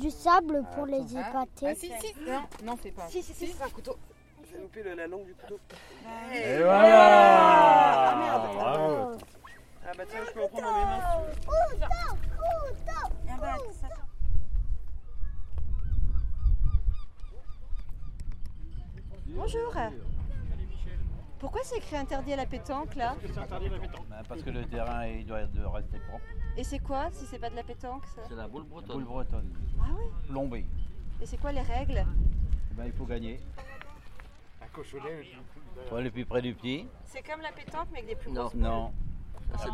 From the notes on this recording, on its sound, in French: Une captation sonore d’une semaine dans les Côtes d’Armor